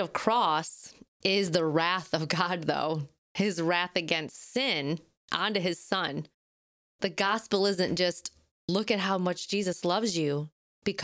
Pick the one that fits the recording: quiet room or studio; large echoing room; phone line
quiet room or studio